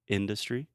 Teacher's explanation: the stress is first on the first syllable, industry. And the second syllable is the schwa, in the, du uh.